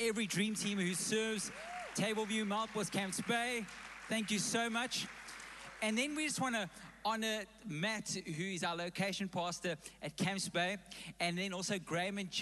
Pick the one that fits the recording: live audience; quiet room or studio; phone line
live audience